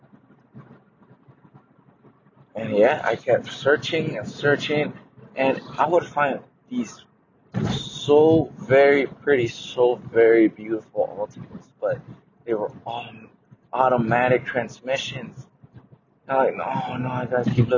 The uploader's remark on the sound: I will also tell you a little about my studio and I have to apologize for the audio because I don't own a pro mic.